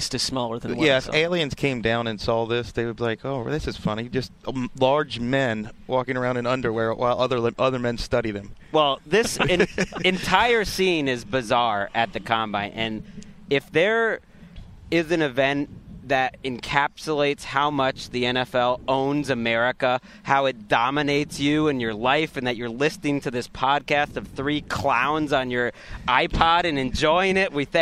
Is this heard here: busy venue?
yes